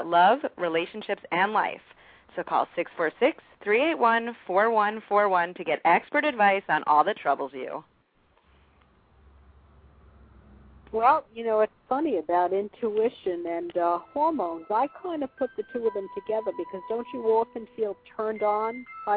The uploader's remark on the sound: live call-in radio talk show